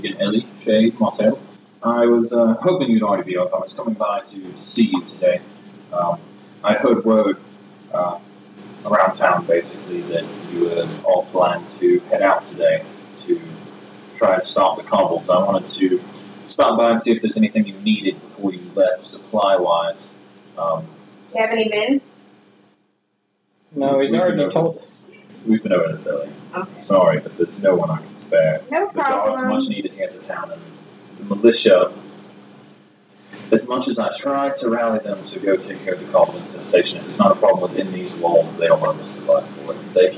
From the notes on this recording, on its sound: Apologies about the audio quality on this episode and the one before it.